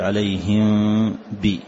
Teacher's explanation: وما تطبق الشفتين وإنما تفتحها يسيرا، فهو إخفاء شفوي، فتقول عليهم بي.